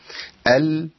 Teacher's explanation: هي دي صفة التوسط اللي هي جران الصوت فترة زمنية بسيطة ما بين الشدة وما بين الرخاء، ما بين جران الصوت وبين عدم جران الصوت.